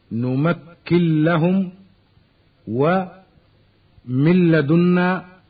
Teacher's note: وإنما نبه الإمام إلى مراعاة ذلك لأن النون واللام متقاربتين في المخرج، وبعض الأئمة يعتبرهما من باب المتجانسين ويقول إن مخرجهما واحد، كما أن النون الساكنة حكمها الإدغام في اللام